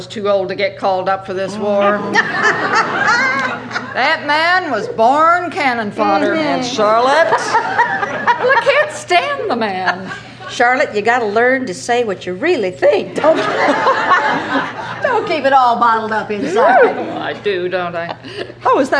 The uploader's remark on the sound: Format: Original Recording. A full-cast performance. In this live recording of the Joseph Jefferson Award-winning play Still Waters, from L.A. Theatre Works.